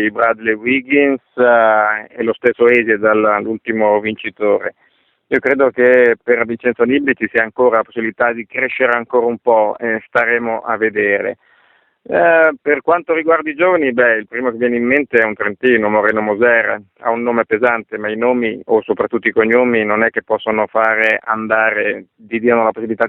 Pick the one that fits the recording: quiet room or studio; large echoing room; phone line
phone line